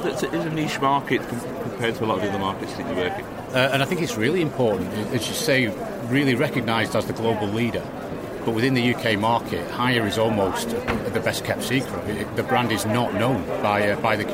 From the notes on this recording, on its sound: This is the first of two special episodes of the show coming to you live from the NEC and kbb Birmingham 2022.